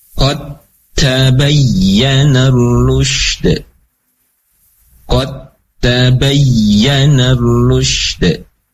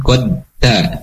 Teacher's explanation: dal sukun bertemu dengan ta maka langsung masuk ke dalam huruf ta · Shown in: first take